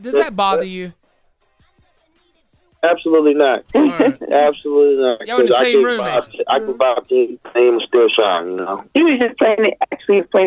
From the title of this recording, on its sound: WE GOT A POSSIBLE RUMBLE WINNER ON THE PHONE